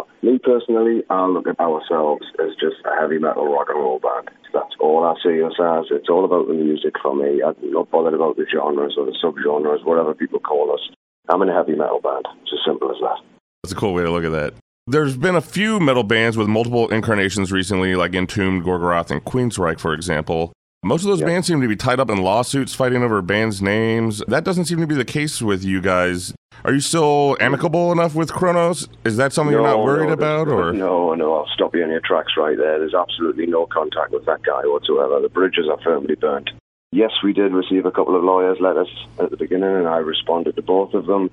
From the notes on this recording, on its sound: This interview was recorded by phone